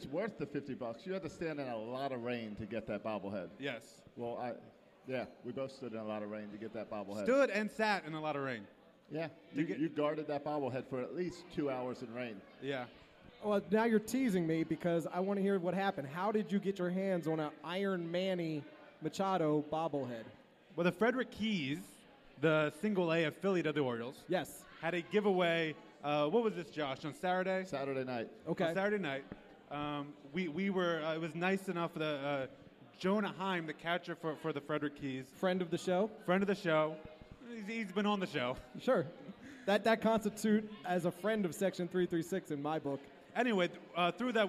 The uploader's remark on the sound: Today on the show we record live from Buffalo Wild Wings in Annapolis.